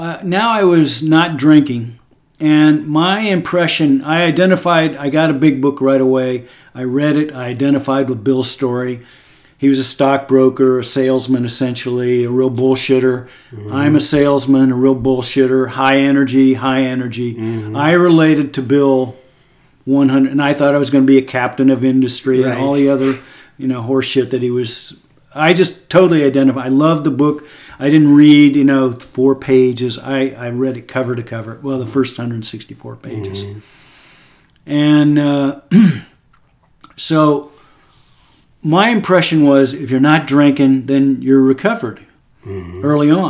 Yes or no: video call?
no